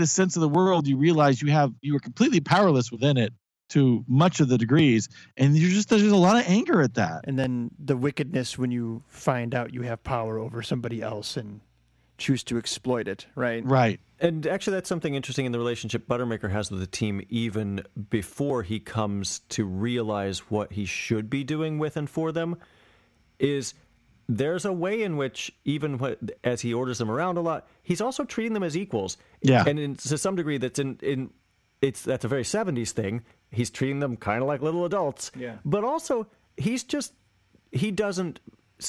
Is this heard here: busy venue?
no